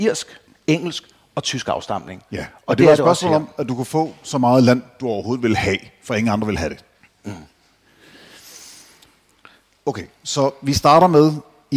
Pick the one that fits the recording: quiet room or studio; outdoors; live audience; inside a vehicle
live audience